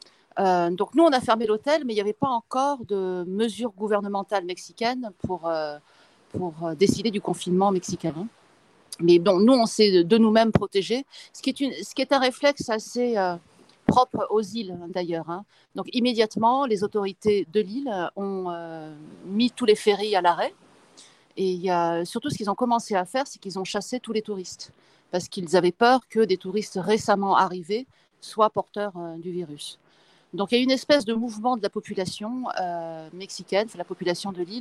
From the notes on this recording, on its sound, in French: En direct de la plage.